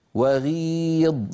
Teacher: لاحظوا بأن صوت الغين واستعلاء وتفخيمها ضعيف